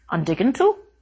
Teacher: And that word, that little word, by some magical linguistic property, turns the T sound of the following verb into a D · the voicing of initial consonants, otherwise known as eclipsis